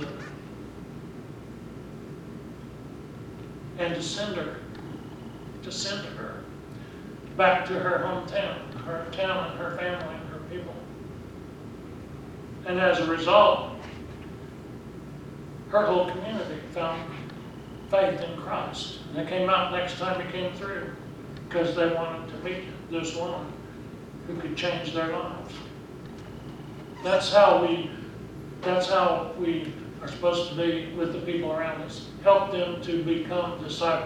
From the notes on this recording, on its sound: Preached at Briensburg UMC on October 6, 2019